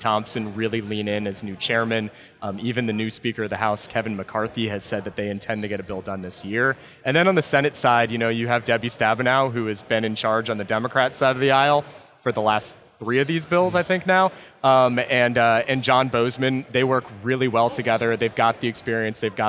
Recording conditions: busy venue